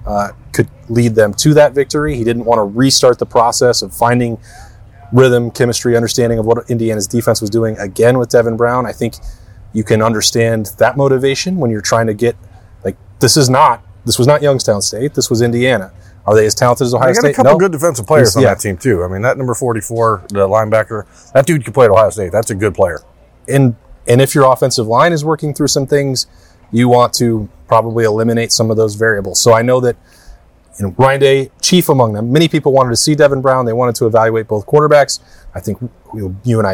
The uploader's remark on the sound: Broke down their thoughts from Memorial Stadium in Bloomington.